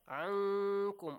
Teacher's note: So ankum, I hide the sound of noon.